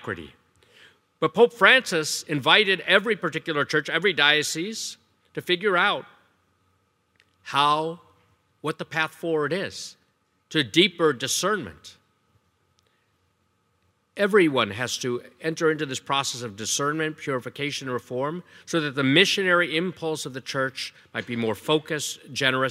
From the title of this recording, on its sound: Evangelization Leadership Conference Keynote Talk